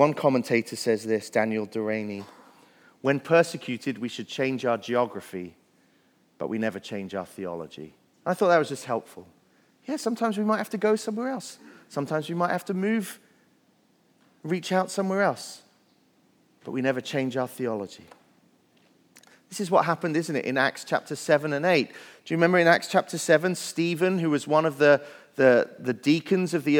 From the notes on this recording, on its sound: Message Preached at Valley Creek Church